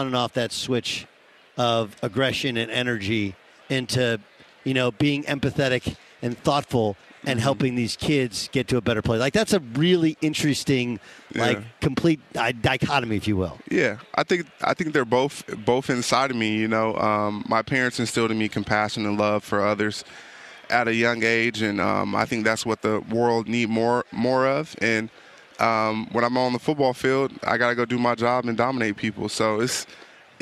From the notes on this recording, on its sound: live on Radio Row in Phoenix ahead of Super Bowl 57!